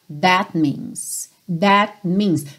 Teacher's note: você também quase não ouve o T final do that